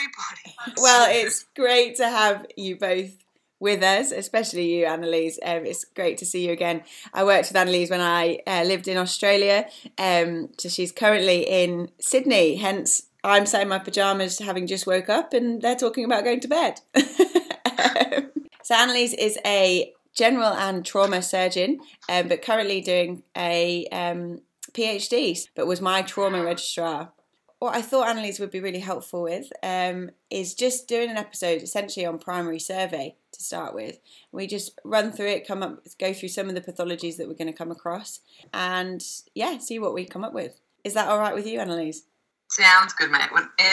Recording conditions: poor sound quality